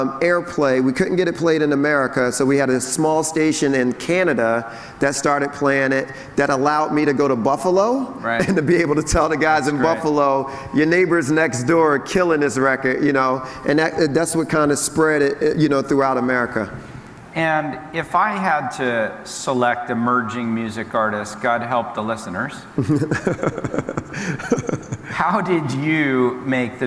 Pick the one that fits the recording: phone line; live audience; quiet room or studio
live audience